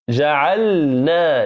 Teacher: لقرب النون من اللام، لقرب المخرجين، فاحرص ألا تدغم اللام في النون · Term: السكون